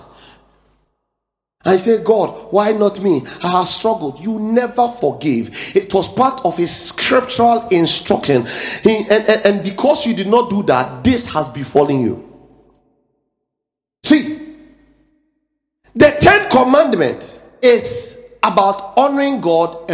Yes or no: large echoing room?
yes